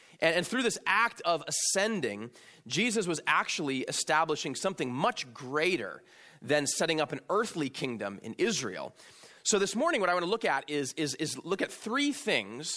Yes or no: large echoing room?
yes